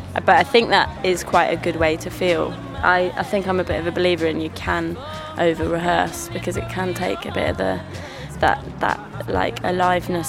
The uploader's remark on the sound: at Shambala Festival